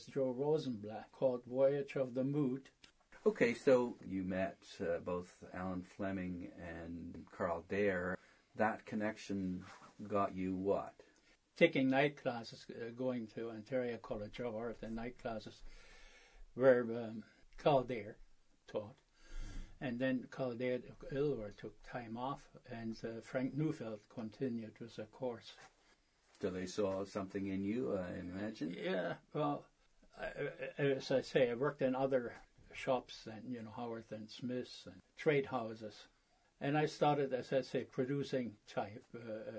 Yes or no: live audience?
no